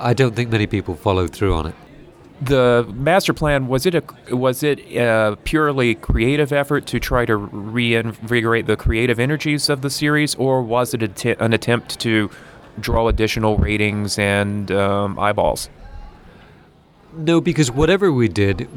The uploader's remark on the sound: recorded at TimeGate 2013 in Atlanta